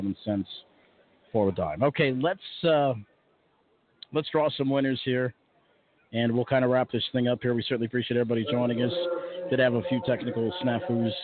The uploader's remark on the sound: Live from Shenandoah Downs! Elkton, MD. Calling the action from the historic facility.